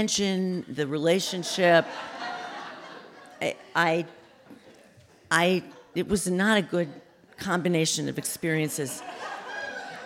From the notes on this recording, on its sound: Recorded in front of a live audience on August 24, 2016 at Wellfleet Preservation Hall.